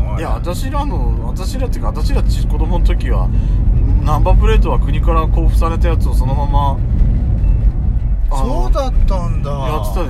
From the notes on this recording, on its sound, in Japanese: ドスドライブ収録。ロードノイズゴメンね。